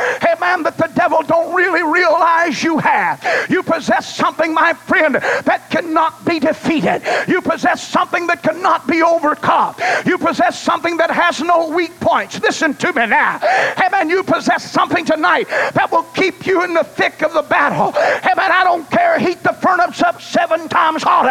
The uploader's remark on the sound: Preached at Mississippi District Campmeeting, July 22, 2003. Surviving The Second Wave was preached at Mississippi District Campmeeting.